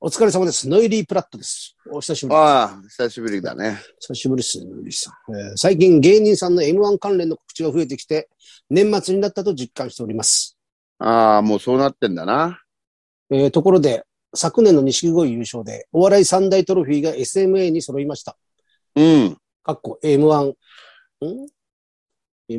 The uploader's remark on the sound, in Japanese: ZOOMで収録